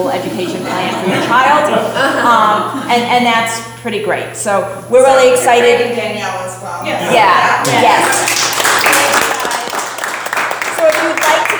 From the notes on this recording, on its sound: I taught a class on Arizona wine for Students of Wine about a month ago at Hidden Track Bottle Shop, and recorded it!